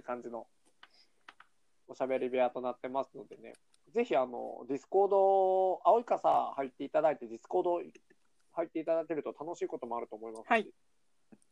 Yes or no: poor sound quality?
yes